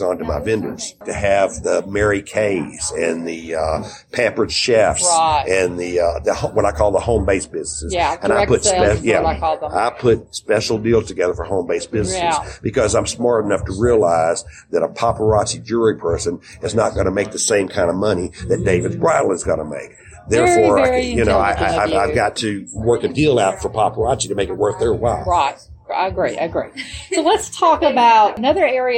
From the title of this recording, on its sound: Interviews at Memphis Wedding Show July 2019